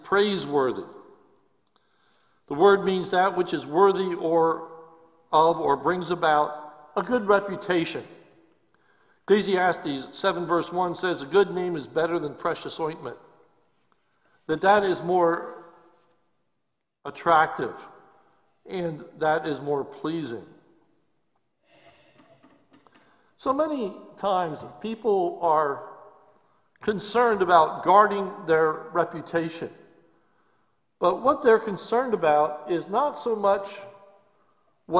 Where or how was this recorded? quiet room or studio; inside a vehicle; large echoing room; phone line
large echoing room